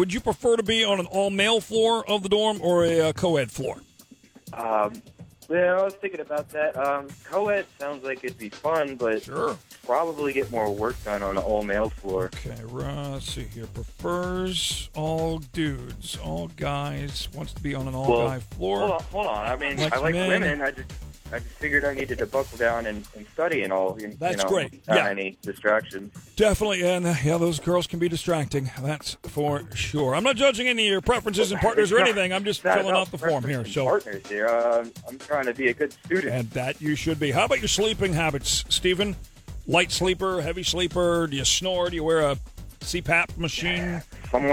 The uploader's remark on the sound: Friday Phone Jacks Prank Call.